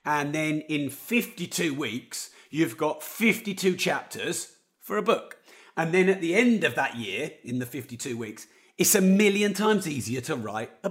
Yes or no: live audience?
no